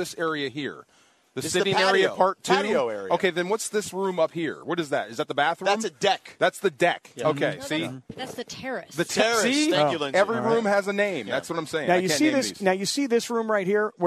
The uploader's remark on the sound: Live from Hollywood Hills! Live from the Rams Draft House for Day 2 of the NFL Draft.